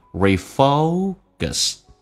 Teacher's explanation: 记住美式发音那个后面的 k 发 g 这个发音 refocus，不要卷舌头 refocus。 And 当然你快速的可以连 refocusing，慢速就不用连了。